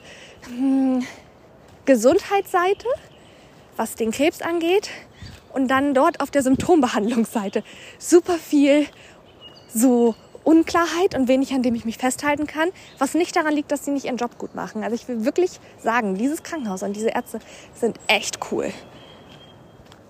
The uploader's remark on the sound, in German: Und auch diese Episode ist wieder im Walk & Talk entstanden. Die Fragen, meine Antworten und du waren bei meinem Spaziergang dabei.